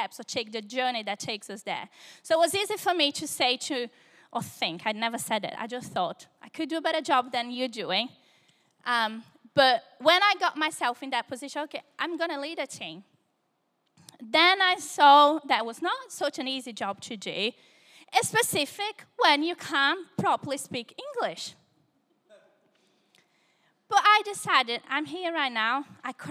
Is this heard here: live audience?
yes